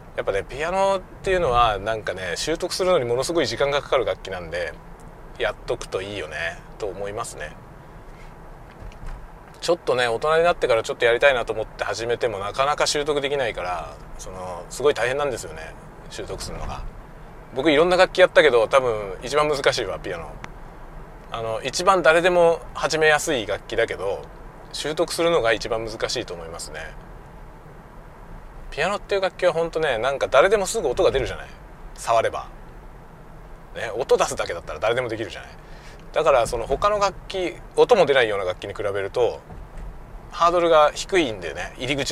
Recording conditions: inside a vehicle